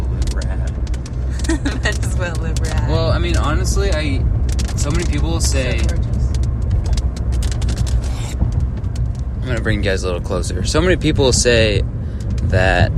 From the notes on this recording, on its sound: Recording on a rainy day drive in huntsville utah. Our van blew up.